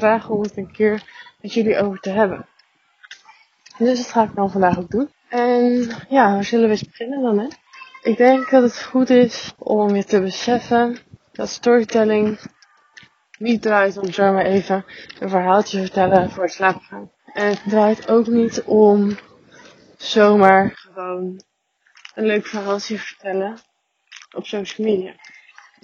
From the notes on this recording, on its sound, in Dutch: Mijn excuses voor het geluid. Het is niet al te best.